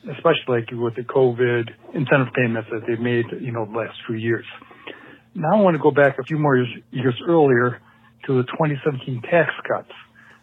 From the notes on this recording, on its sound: A listener called